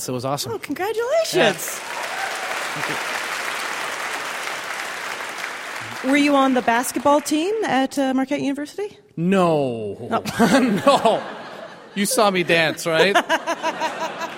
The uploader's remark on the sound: Our show in San Francisco at the SF Sketchfest comedy festival was one such show.